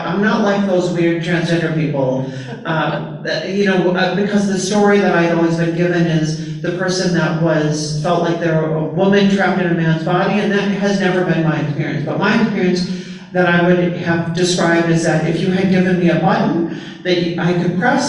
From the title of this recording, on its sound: A Live Presentation